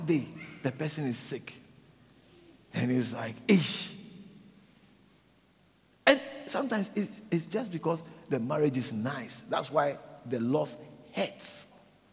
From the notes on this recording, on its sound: Preached at the Living Waters Cathedral.